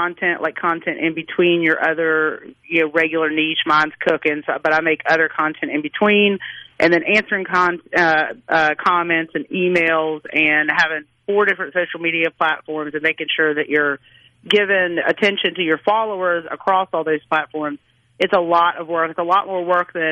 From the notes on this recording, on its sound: Joins the conversation by phone.